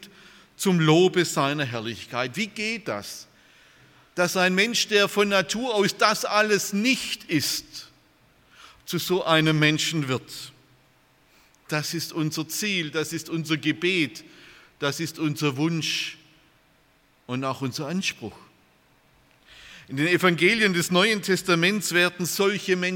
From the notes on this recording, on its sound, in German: aus dem Gottesdienst der Liebenzeller Mission